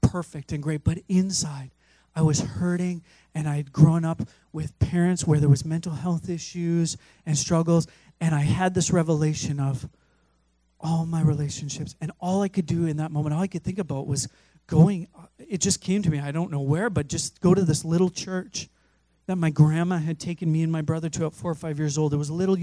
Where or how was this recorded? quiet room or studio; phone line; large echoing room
large echoing room